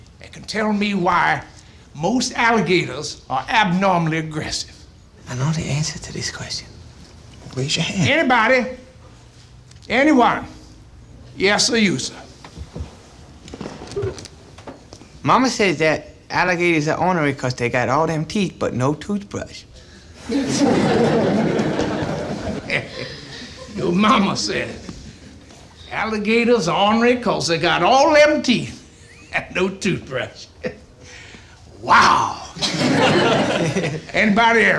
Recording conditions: large echoing room